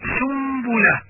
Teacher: إقلاب النون الساكنة إلى ميم مخفاة بغنة عند حرف الباء